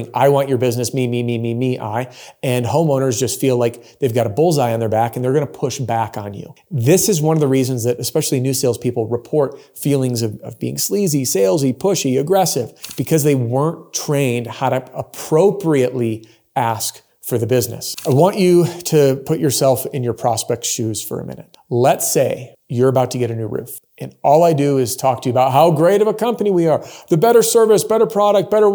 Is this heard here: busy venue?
no